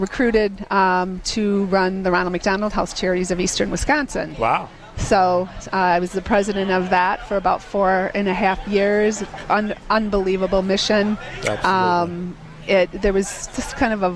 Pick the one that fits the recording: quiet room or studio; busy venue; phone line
busy venue